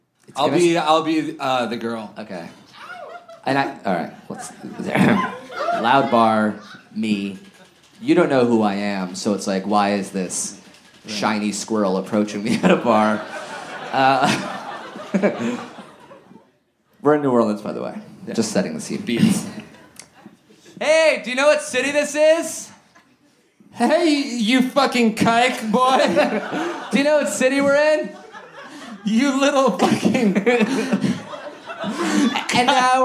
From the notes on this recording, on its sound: live at Resident in Downtown LA!